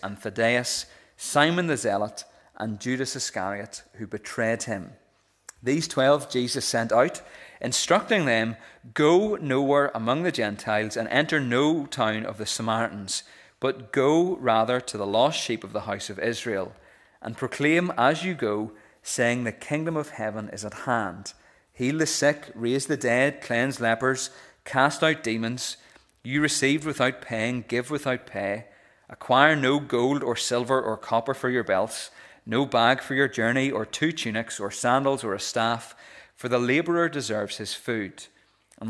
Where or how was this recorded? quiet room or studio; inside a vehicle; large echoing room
large echoing room